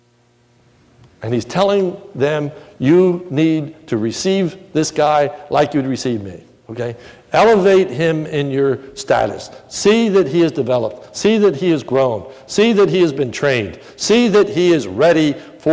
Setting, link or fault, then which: setting, large echoing room